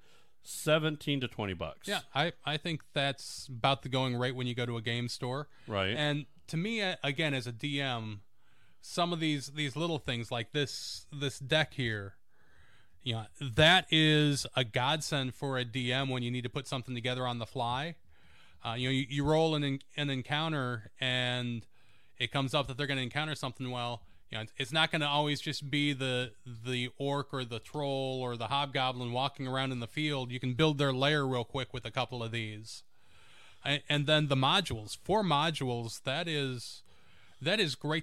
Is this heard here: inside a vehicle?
no